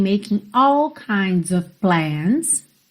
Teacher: esse OF que soa OV, ele aqui é bem uma palavrinha de ligação mesmo, então você pouco ouve, ok? Making all kinds of plans.